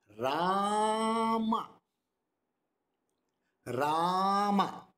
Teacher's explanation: We don't say Ram. The Ra, that is not short, it is Rama. Ma is short, Ra is long.